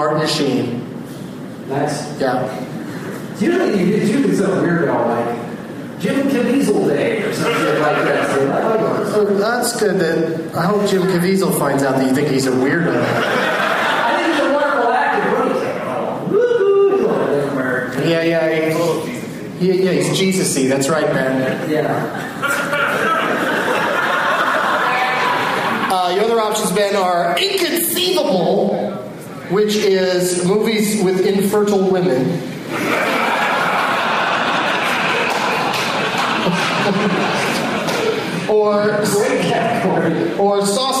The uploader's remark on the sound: audience members at The Improv in Pittsburgh, PA